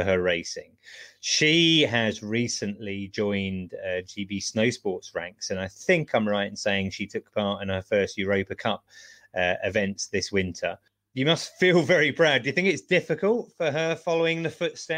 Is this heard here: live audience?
no